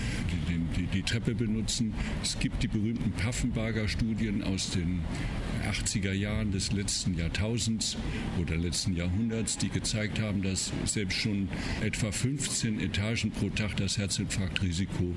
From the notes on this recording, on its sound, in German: Das Interview wurde auf einer Konferenz mit entsprechender Geräuschkulisse aufgenommen.